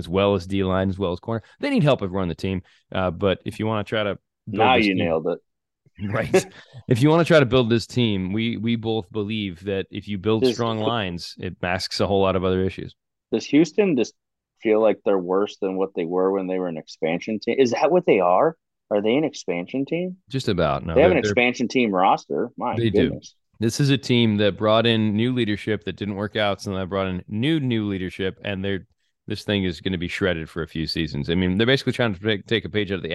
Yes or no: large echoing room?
no